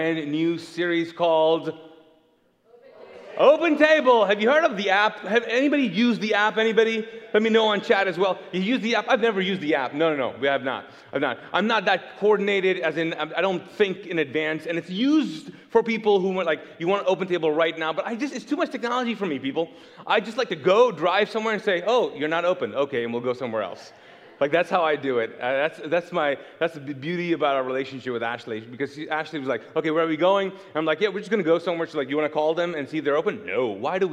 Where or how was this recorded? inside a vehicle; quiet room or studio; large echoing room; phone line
large echoing room